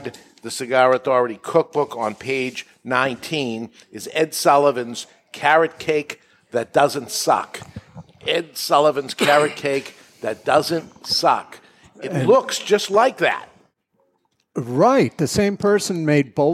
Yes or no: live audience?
yes